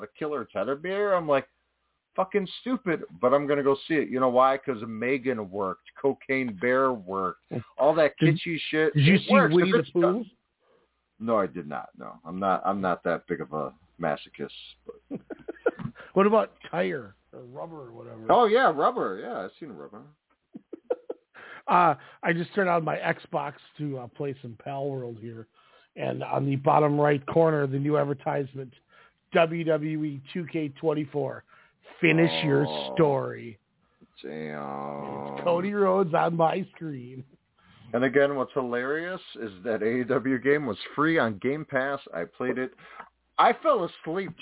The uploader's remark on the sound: We are live with so much to discuss, we said screw the run sheet, it's out the door! The phone lines are open.